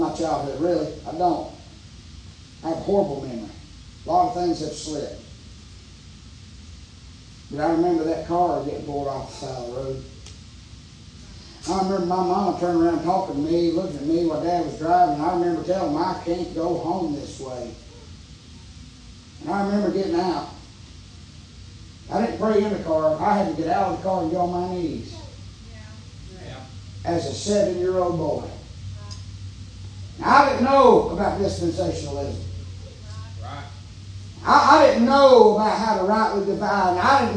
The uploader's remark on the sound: preaching live from Still Water Baptist Church